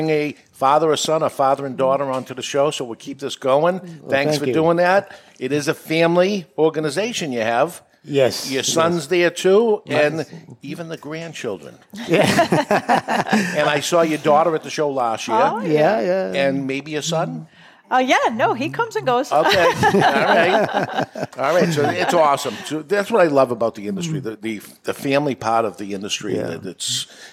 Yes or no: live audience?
yes